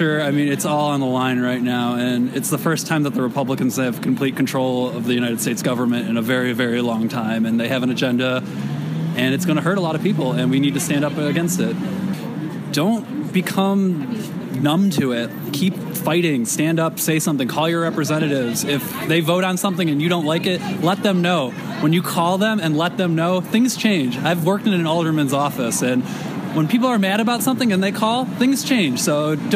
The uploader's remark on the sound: Audio from the Women's March. Shares highlights of audio from marchers she interviewed.